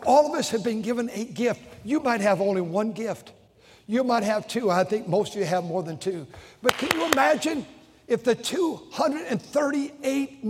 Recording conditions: large echoing room